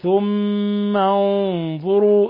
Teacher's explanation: ثم حرف غنة مشدد يغن مقدار حركتين